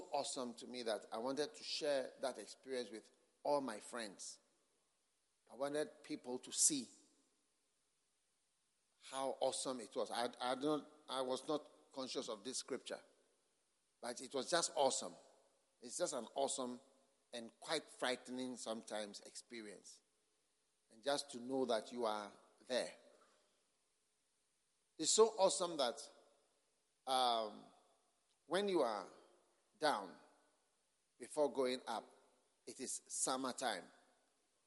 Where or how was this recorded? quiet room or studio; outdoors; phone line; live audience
live audience